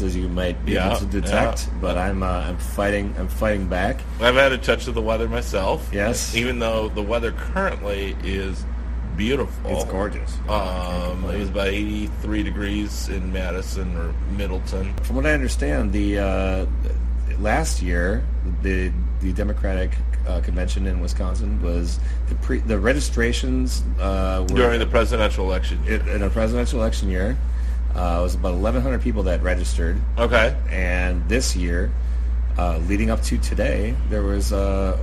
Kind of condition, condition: setting, busy venue